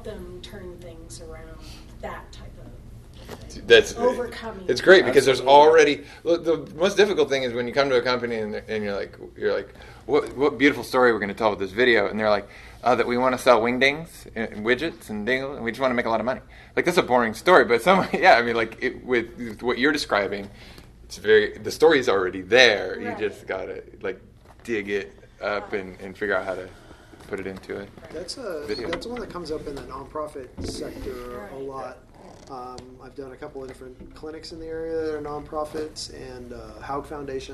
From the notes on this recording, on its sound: A fireside chat at the Digital Marketing Quarterly event presented by Webfor. I'm joined by fellow video professionals from the Portland, Oregon metro area.